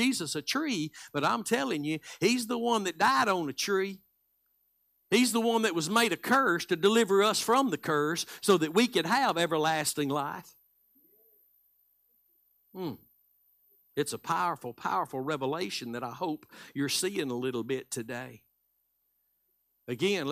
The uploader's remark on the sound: Live Sunday Morning Service.